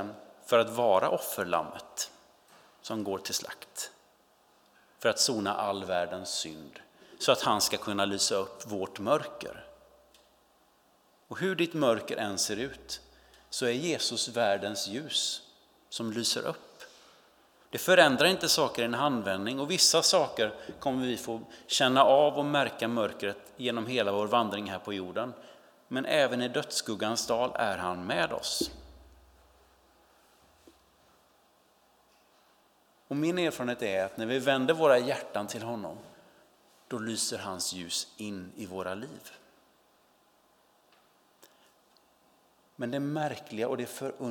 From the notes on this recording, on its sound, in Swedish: Inspelning från Immanuelskyrkan Skövde.